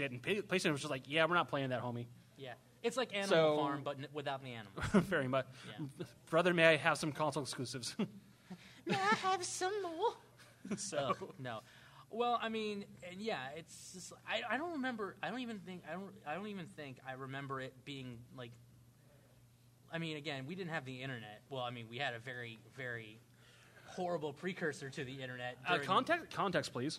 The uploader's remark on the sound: we're recording live from the Baltimore Podcast Festival 2018!